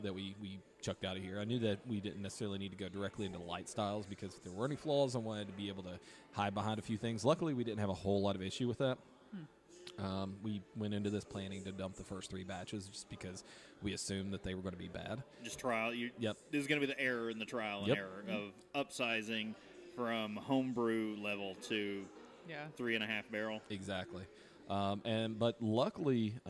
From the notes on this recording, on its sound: Live from Deladders...I Mean, Broken Throne.